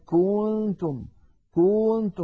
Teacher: كذلك مثلا الضمة كنتم كنتم، الكاف المضمومة، فإذا بالغنا يقول الواحد كنتم كنتم، فيمط الضمة إلى أن يصل السامع يتوهم كأن هناك واوا بعد الكاف المضمومة · Term: التمطيط